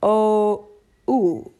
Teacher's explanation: the word no in English, the O goes into a U at the end